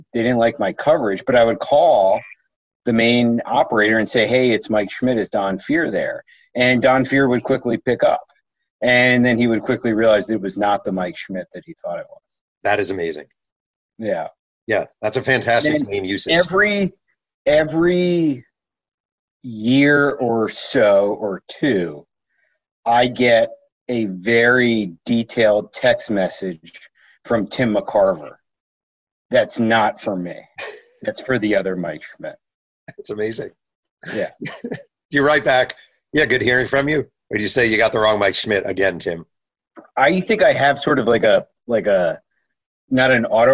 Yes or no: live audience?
no